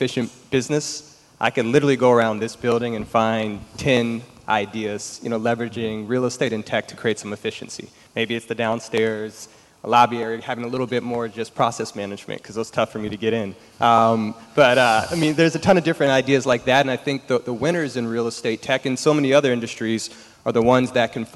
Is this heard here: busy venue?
yes